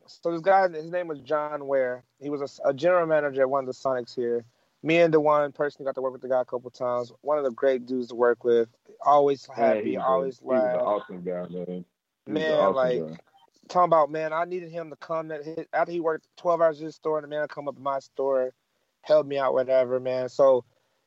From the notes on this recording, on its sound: The boys get on the phone. First 8 minutes had too much static.